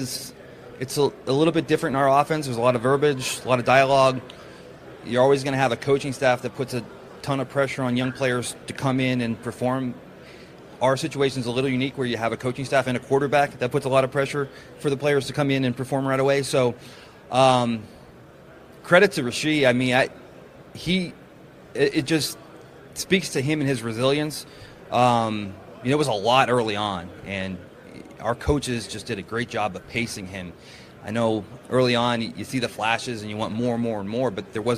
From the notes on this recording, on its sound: live from the NFL Combine